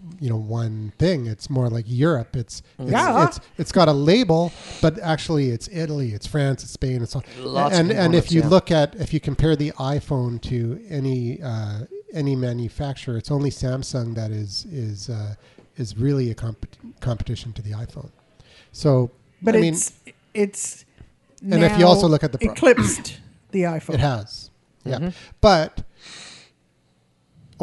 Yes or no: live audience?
yes